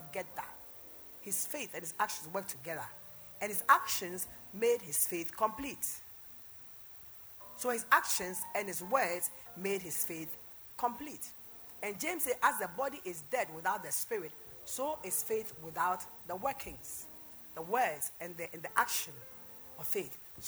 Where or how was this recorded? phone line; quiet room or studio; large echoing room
large echoing room